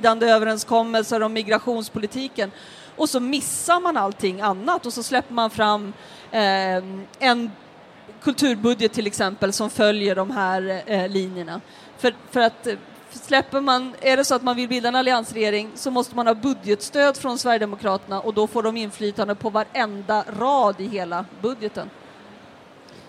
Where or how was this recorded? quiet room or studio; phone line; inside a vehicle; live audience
live audience